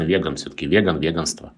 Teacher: Но произносится чаще с ударением на первом слоге